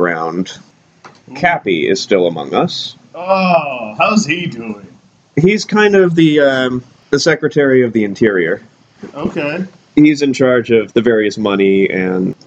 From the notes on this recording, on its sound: Apologies for the sound quality on these next couple episodes; I had the microphone on directional instead of surround setting.